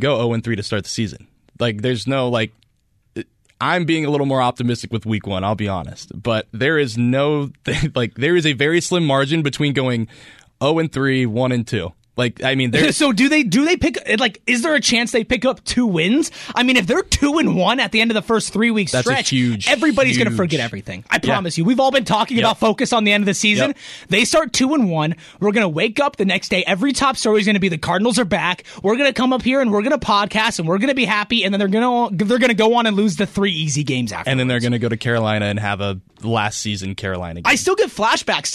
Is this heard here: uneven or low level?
no